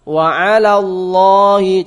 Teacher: Yang ditebalkan Allahnya saja, lafal Allahnya. Lamnya enggak, lam yang pertama enggak.